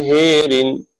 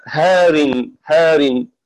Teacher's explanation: قرأ شعبة بإمالة الألف قبل الراء على شفا جرف هير وقرأ حفص بفتحها